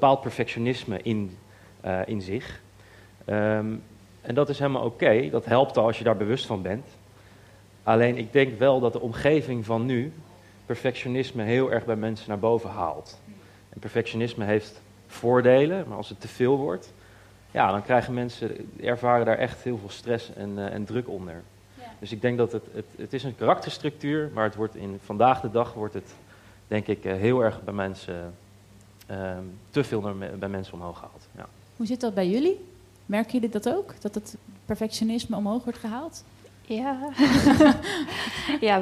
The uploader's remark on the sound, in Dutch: Live gespreksprogramma dat op 2 juni 2023 werd opgenomen in de Serre van de Botanische Tuinen in Utrecht. Het maakte onderdeel uit van de Dag van het Uitstelgedrag van het Student Support Centre.